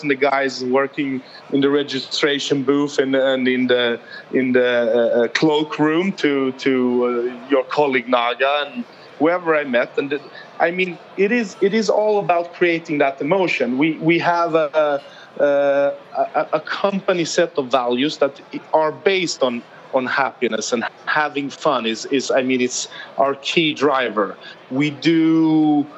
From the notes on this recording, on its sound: Recorded at World Retail Congress 2019